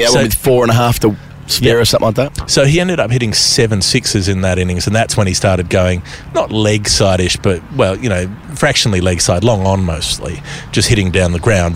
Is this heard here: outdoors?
yes